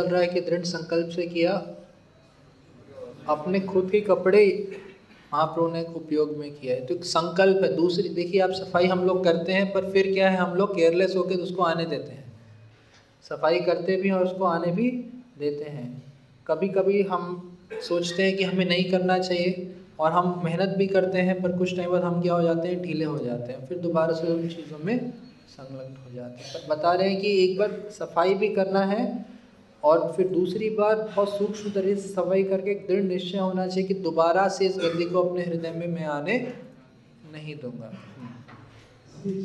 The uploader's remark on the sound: Occasion : Jagannath Puri Yatra 2020. Audience : Camp devotees.